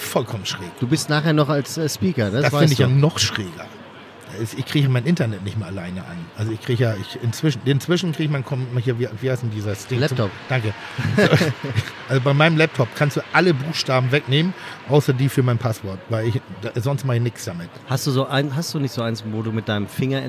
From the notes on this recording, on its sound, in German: Live vom OMR Festival 2019. Diese Online Marketing Konferenz in der Hamburger Messe nutzen sie, um ihre Hörer auch mal zu Wort kommen zu lassen.